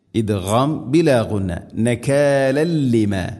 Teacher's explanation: തൻവീനിനെ ലാമിലേക്ക് ഇദ്ഗാം ചെയ്യണം, കൂട്ടിലയിപ്പിച്ച് മണിക്കാതെ ഉച്ചരിക്കണം.